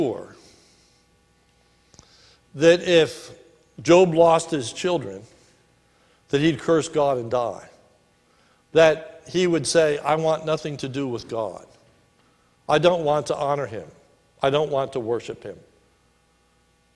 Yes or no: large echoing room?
yes